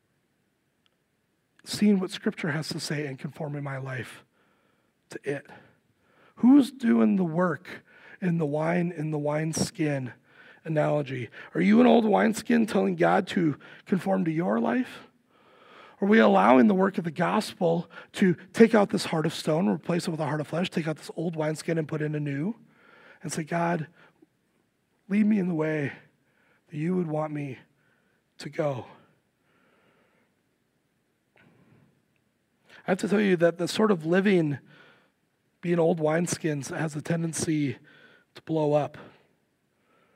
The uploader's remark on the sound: Recorded live at Word of Life Church in Le Sueur, Minnesota, on January 14, 2024. Powered by Restream (Bensound Royality Free background music).